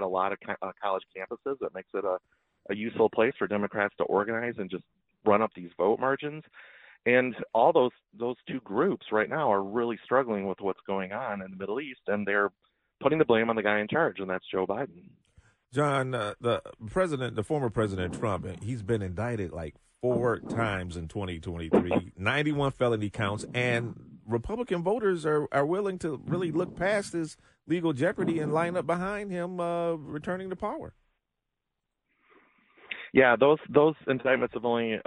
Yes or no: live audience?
no